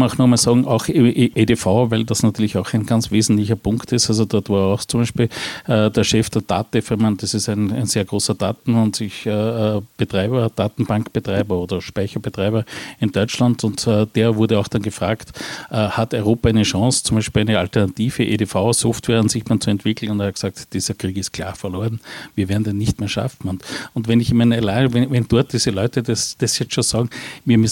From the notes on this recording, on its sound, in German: Podiumsdiskussion der Veranstaltung